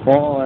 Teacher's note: رواية قالون بفتح الطاء والهاء، ثم رواية ورش بإمالة الهاء فقط هكذا.